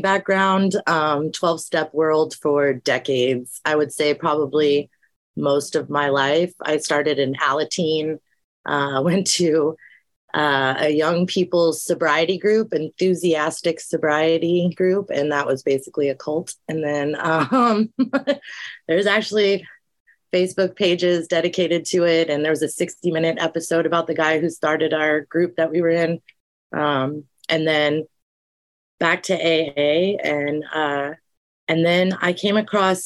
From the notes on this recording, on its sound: Recorded 4.26.2023 in Raleigh, NC and Tulsa, OK on Zoom